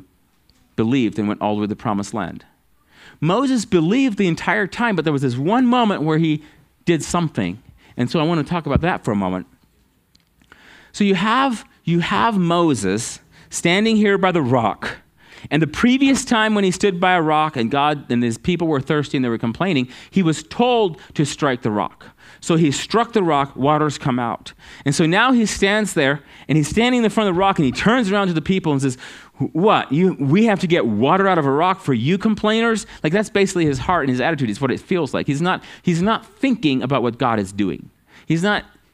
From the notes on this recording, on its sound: at Living Water Fellowship Denver's Sunday morning service on October 9th 2022.